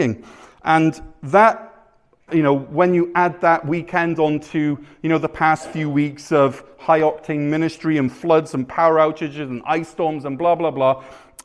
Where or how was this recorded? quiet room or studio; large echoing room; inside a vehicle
large echoing room